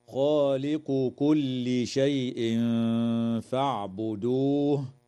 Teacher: قوله تعالى: خالق كل شيء فاعبدوه، إخفاء حقيقي للتنوين عند الفاء مع الغنة مرققة